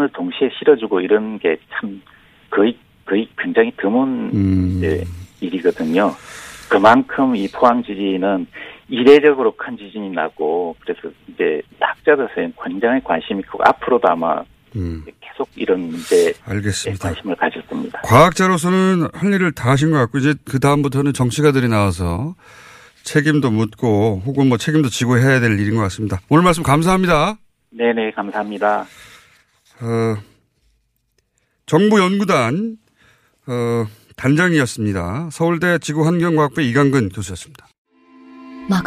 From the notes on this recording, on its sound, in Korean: 전화연결